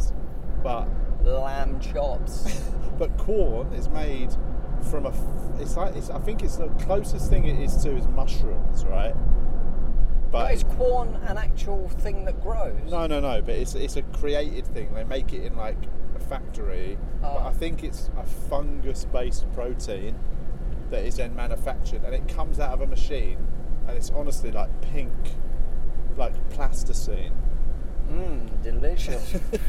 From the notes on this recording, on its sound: A special episode recorded on the M4 motorway. On the way back from gigs.